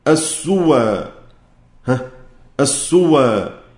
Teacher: نقل حركة الهمزة إلى الواو ثم حذف الهمزة